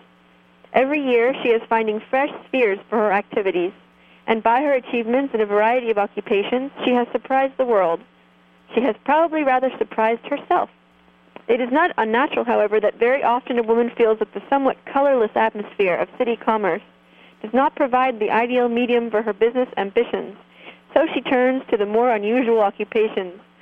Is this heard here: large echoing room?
no